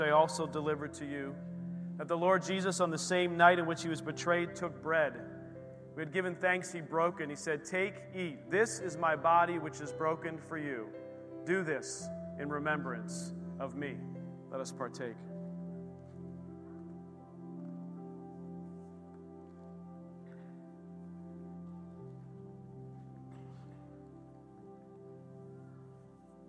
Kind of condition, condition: setting, large echoing room